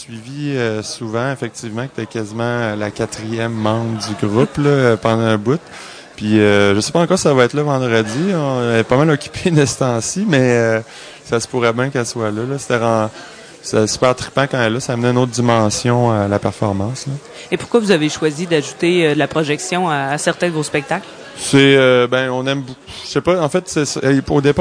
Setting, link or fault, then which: setting, busy venue